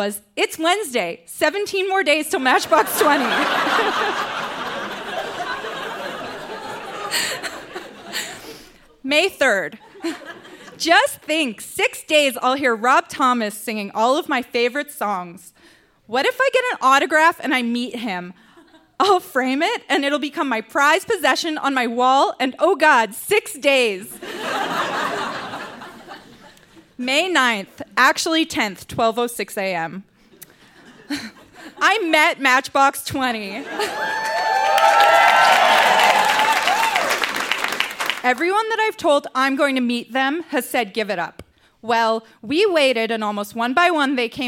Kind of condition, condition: setting, live audience